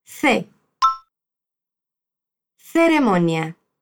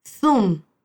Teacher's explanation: dice la sílaba C de ceremonia con la lengua entre los dientes